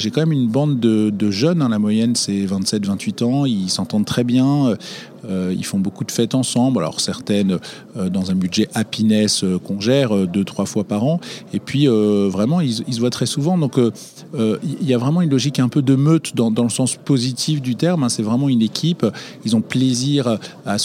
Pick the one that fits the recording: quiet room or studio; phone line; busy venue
busy venue